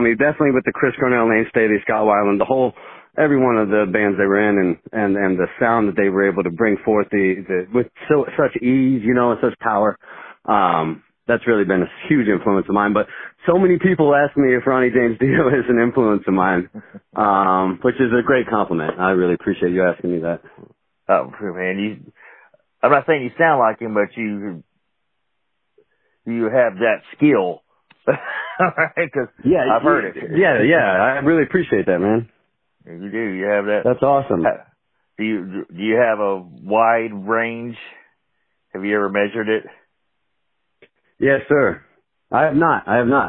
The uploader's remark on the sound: From Southern Illinois, call in to chat.